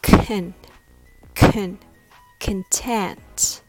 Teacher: Content has the stress on the second syllable, so the first syllable is reduced. It becomes smaller and weaker, like can, can, content.